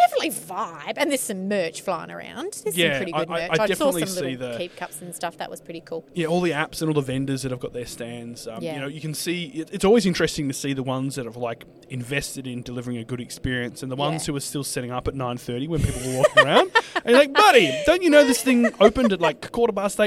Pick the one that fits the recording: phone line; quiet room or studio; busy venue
busy venue